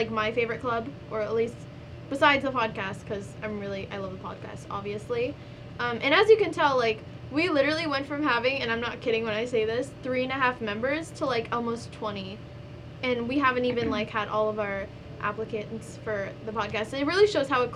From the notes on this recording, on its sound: Club Fair Edition. Sorry for the white noise in the background it's a one time mistake WE SWEAR.